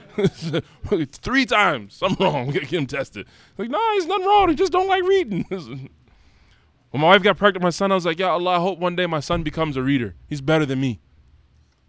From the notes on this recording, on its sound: lets the audience ask some questions for him to go over